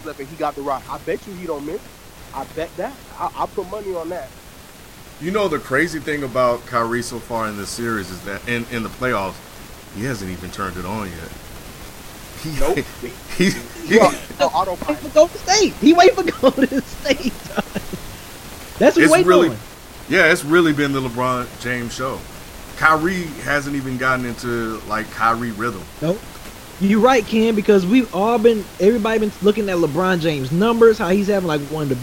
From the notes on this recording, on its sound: Please note there is a hissing noise in the recording.